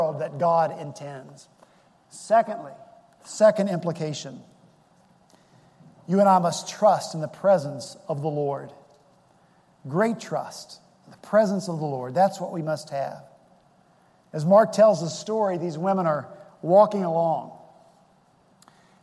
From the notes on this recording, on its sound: Our Easter worship service at Redeemer Presbyterian Church in Charleston, SC